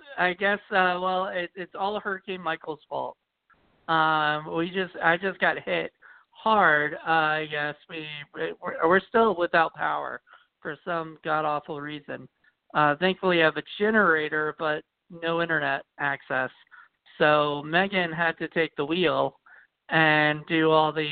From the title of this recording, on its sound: The October Call In Show